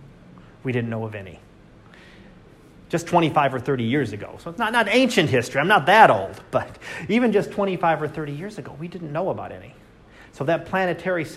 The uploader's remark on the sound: Live Class Lecture 2019 Oct 21.